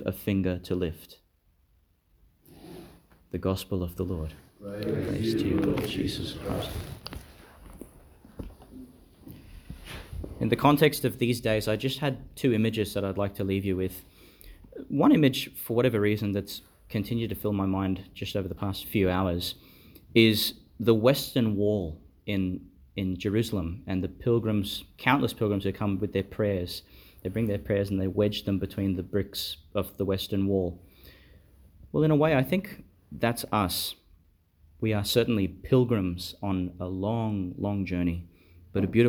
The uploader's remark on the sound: delivered in St Joseph's Chapel, Bishop's House Rockhampton, Qld.